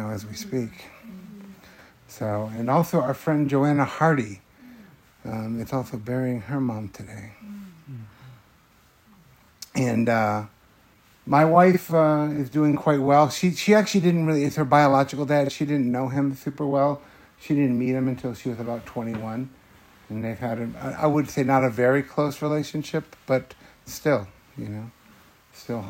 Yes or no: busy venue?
no